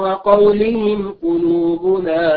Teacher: نظهر الميم الساكنة لوقوع القاف بعدها · Term: إظهار